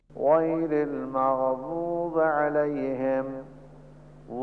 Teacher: لبها به صورت قنچه، دهن پرحجم و صدای ضاد شبیه یک دال درشت میشه